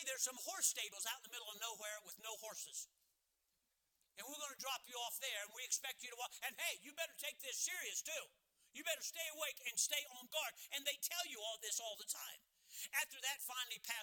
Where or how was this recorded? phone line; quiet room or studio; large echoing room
large echoing room